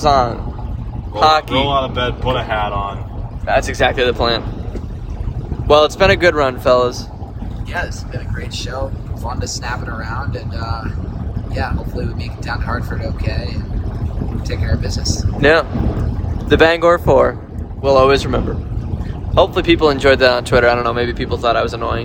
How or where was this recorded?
inside a vehicle